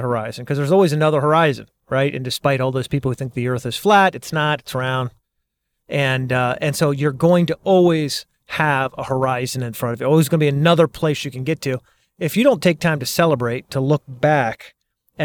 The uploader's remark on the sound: While driving to football practice.